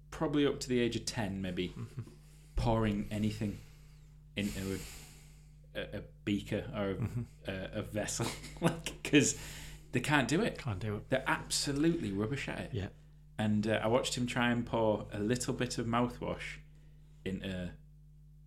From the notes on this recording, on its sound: Apologies for the low hum feedback in this episode, I believe this was caused by my charging cable to the MacBook.